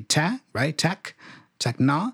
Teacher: The E at the beginning is not pronounced as a schwa sound, even though it's unstressed.